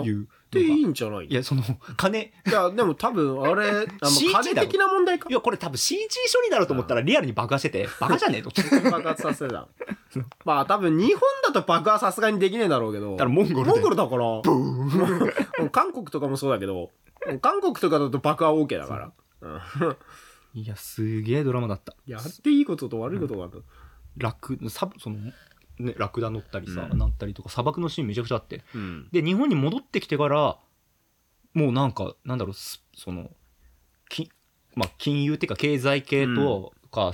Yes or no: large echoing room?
no